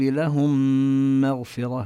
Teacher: عم نشدد الميم الثانية، والميم المشددة والنون المشددة دائما قلنا يغنان